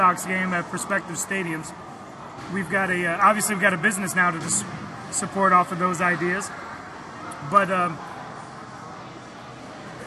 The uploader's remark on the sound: Come to you on location at Millennial Brewing Co. In Fort Myers, Florida.